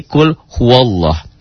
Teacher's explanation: tapi la-nya berbunyi o, jadi kul huwallah. Karena nanti ada hukum lafad Allah.